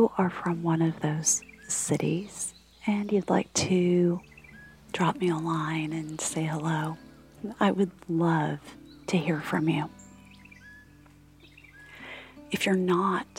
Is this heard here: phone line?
no